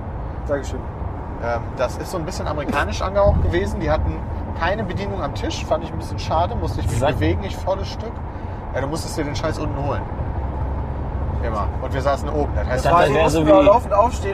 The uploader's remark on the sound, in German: Live von der Autobahn